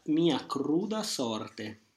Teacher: this E at the end of sorte, it's also not a schwa. It doesn't end up being reduced at all